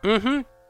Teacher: with the rising inflection in the last syllable